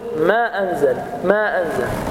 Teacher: ما أنزل مد جائز منفصل يمد بمقدار 4 أو 5 حركات جوازا، ويجوز فيه القصر بمقدار حركتين، فأقول ما أنزل، ما أنزل.